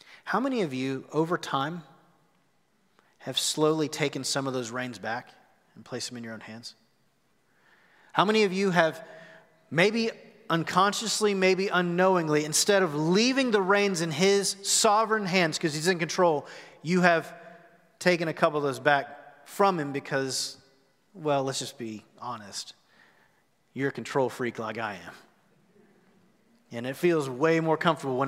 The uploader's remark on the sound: Recorded live at The Fellowship on March 21, 2021.